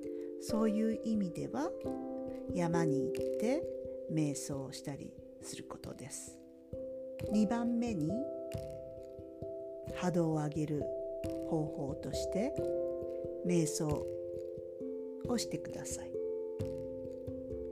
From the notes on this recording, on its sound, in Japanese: 声の調子があまり良くないので、声が小さいので、聞き苦しいかも知れませんが